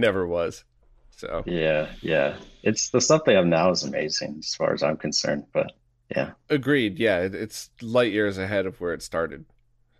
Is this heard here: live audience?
no